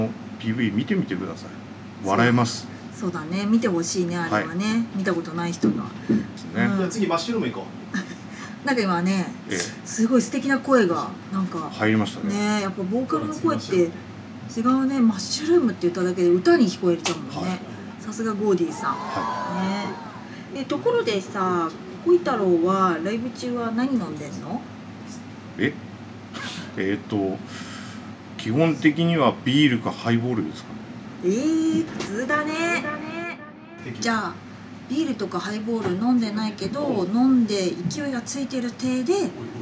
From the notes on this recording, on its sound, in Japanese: のお店「新橋裏めし屋」にて収録しました！仕込み音や、、、色々バックの音もお楽しみくださいませ！